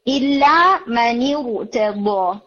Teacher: نون ساکن کے بعد اگر نیکسٹ لیٹر ساکن آ جاتا ہے تو نون کو کسرہ ملتی ہے · Term: التقاء ساکنین